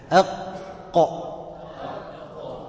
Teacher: أقصى لسانه مع الحنك ما يقابله من الحنك الأعلى · Term: القاف